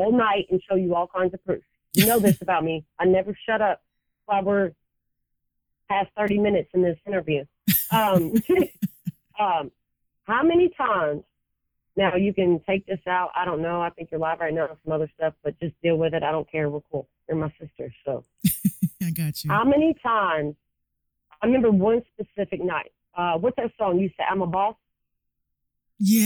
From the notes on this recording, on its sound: I recently sat down for a telephone interview